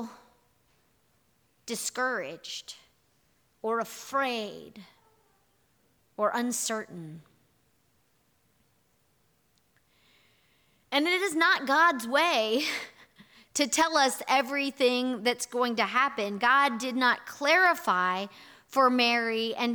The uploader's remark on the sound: Here is our audio recording from this morning’s in-person worship service.